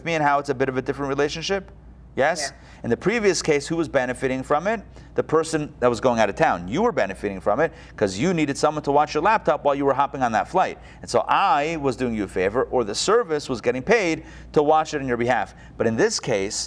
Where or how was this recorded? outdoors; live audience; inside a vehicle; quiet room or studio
live audience